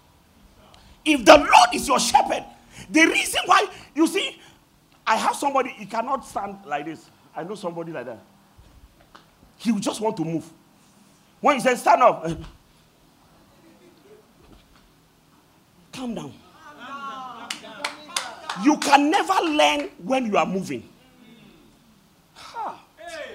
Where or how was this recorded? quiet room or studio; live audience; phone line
live audience